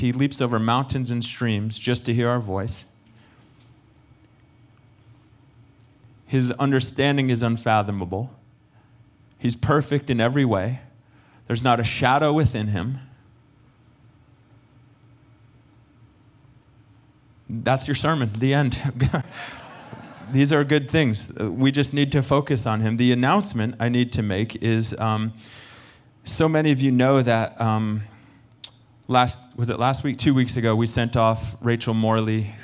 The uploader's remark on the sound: Recorded sunday evening service